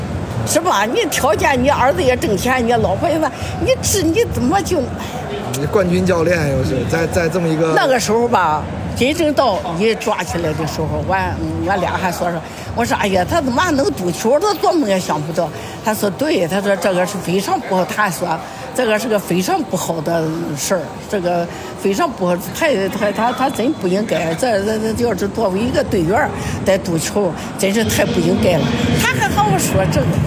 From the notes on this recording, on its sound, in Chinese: 中超现场：回到久违的鲁能大球场。看了山东泰山和长春亚泰的比赛，也用声音纪录了下了这场中超比赛。